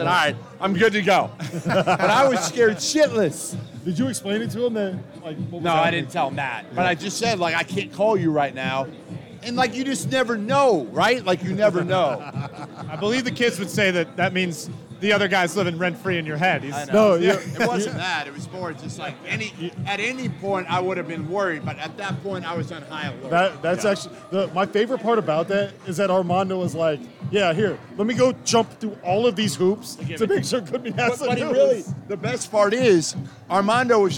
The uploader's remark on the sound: live from Stadium Swim in Las Vegas!